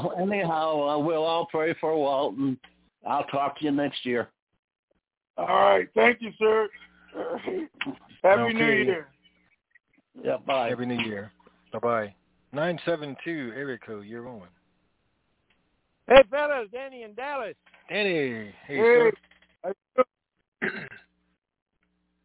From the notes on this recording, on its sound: TNTSuperfantastic Conference Call